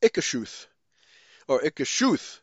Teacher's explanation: with the accent on the last syllable